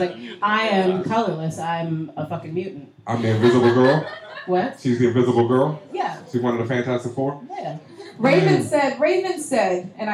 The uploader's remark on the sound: As we venture to Bergen St Comics to record a LIVE Podcast. A live studio audience!